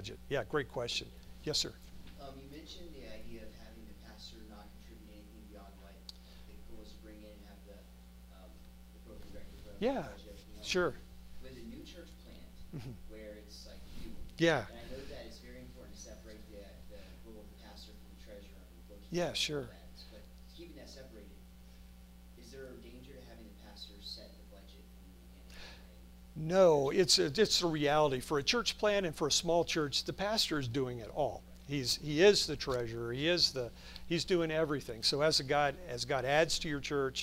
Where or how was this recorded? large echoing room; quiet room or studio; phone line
large echoing room